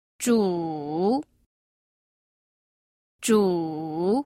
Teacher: El tercero es un tono descendente-ascendente.